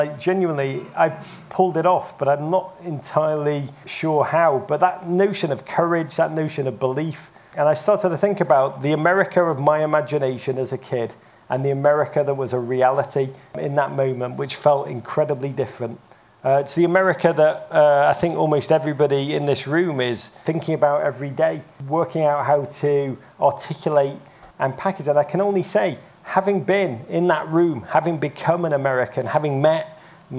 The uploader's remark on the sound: Live From Travel Week. In this Travel Week chat.